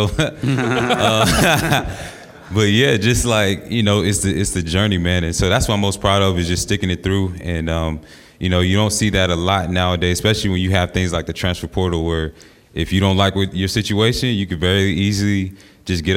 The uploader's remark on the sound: In front of a live audience in Pandora's elegant studios in Midtown Atlanta.